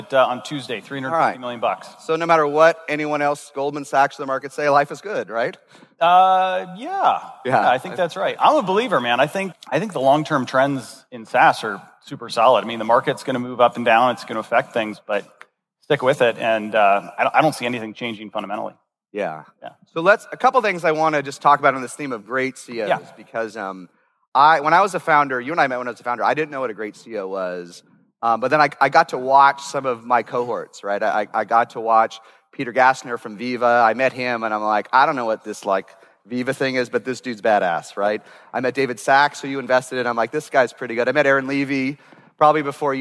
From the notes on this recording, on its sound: This episode was recorded at Saastr Annual 2016